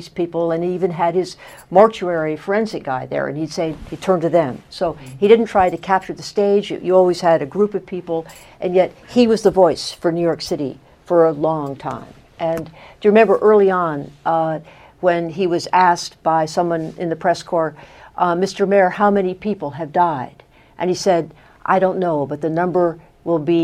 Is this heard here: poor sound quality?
no